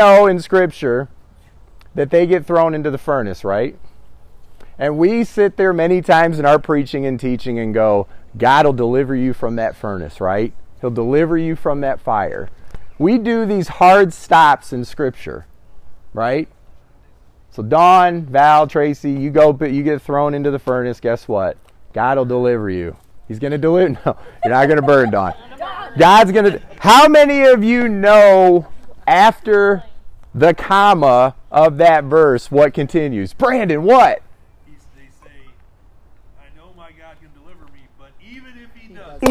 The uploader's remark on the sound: Christ In Me (backyard sermon). Recent sermon preached during Agape’s annual “backyard gathering”.